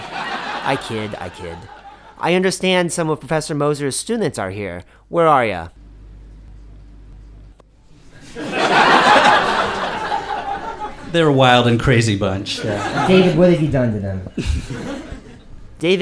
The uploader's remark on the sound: This week's podcast was recorded live at The Bookworm in Beijing, which is why you'll notice the prolonged and decidedly rambunctious audience pop at the start of the show.